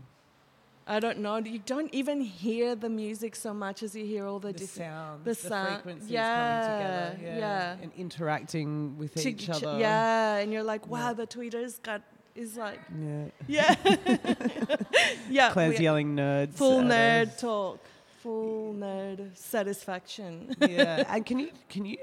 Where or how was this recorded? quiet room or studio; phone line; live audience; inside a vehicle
live audience